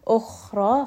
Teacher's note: kha here is going to be a letter of hams, so it has a little bit of air